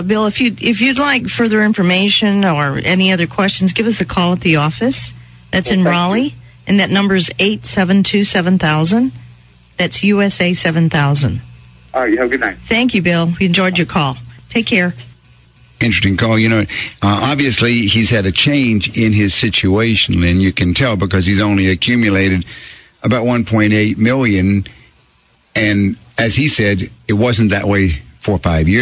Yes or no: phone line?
yes